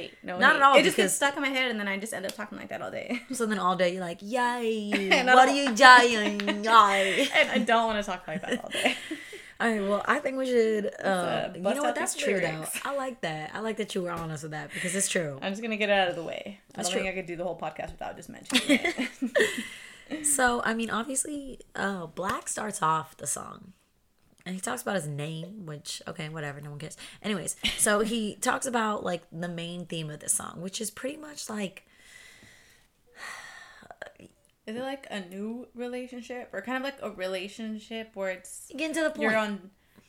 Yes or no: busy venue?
no